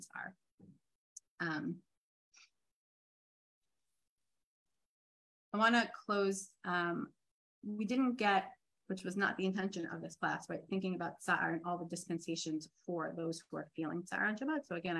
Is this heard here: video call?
yes